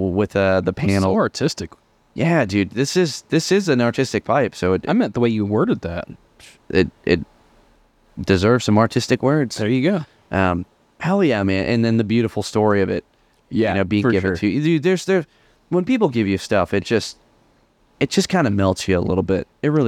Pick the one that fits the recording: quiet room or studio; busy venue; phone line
busy venue